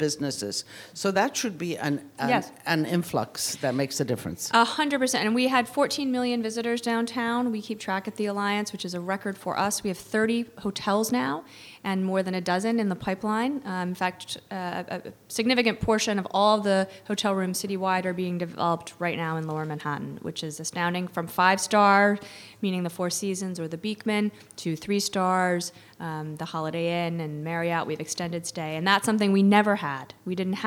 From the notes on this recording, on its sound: Part of the City of Tomorrow: Real Estate, Architecture & Design Summit presented by 92Y and Hundred Stories. Recorded on February 4, 2017 at 92nd Street Y.